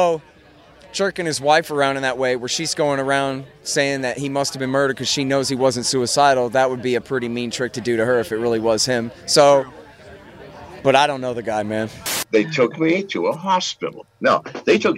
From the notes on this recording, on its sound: Continuing my on-location in-person at PorcFest series.